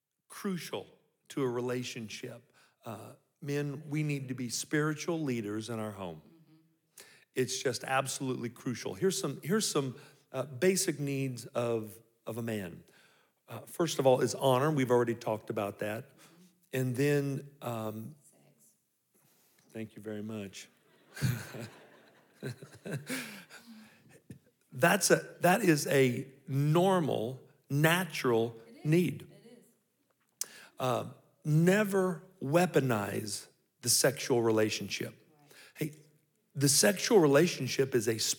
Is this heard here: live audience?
yes